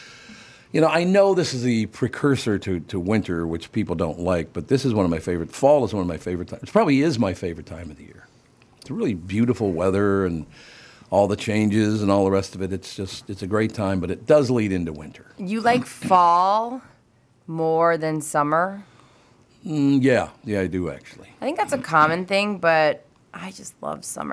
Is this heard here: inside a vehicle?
no